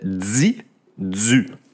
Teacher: la même chose se passe en français québécois pour DI et DU, qui se prononcent comme avec un Z, DI, DU. Et ici, c'est prononcé sans cette consonne additionnelle qu'on rajoute en français québécois.